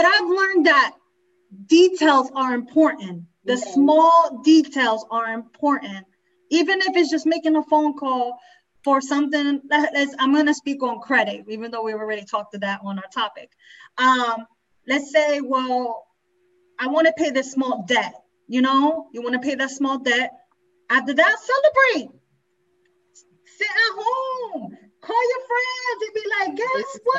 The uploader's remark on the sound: LIVE TAPING PRE-RECORDED FROM FB LIVE DUE TO COVID19